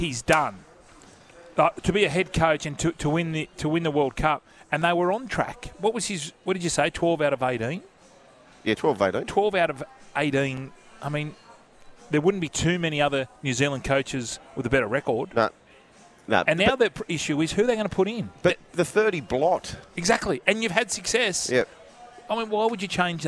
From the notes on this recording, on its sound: live from Circular Quay in Sydney at Wahlburgers